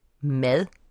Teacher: D efter en vokal udtales ofte som blødt D